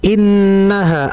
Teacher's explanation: ada nun bertasydid, ditahan di situ guna sempurna